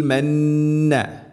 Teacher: അലൈക്കുമുൽ മന്ന നൂന് ശദ്ദുണ്ട് മണിക്കണം